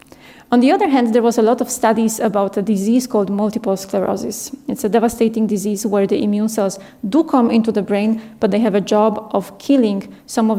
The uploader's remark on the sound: This talk was filmed and recorded in March 2023 at the Paris Talks Ideas Festival at the Bibliothèque Nationale de France in Paris (France).